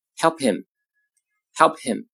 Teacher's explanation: 后面 h 的音呢被前面 p 的音覆盖掉